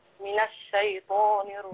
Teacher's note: بالظبط كده، رقاق الشين والياء